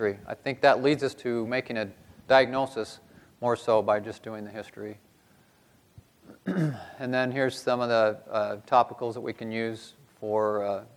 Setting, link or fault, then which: setting, live audience